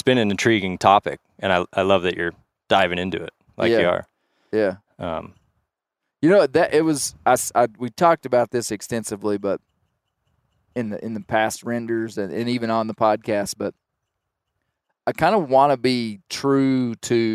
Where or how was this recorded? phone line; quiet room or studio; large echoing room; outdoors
outdoors